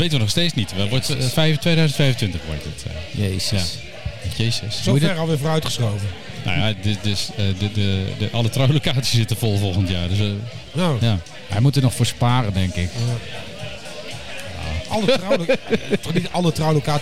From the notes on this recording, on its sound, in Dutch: Live opgenomen in Dinercafé Soestdijk, alwaar de inmiddels beroemde … de redactie rijkelijk voorziet van bier.